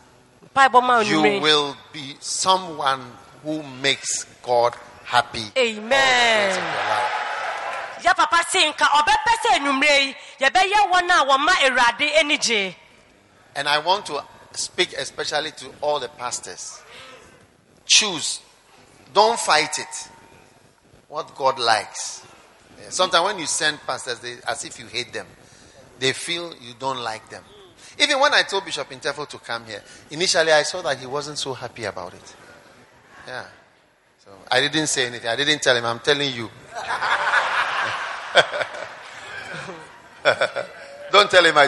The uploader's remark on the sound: Preached at the Anagkazo Assemblies Cathedral, Accra.